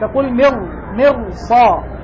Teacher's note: فخمنا الراء مع أنها ساكنة وقبلها كسر وأصلي ومتصل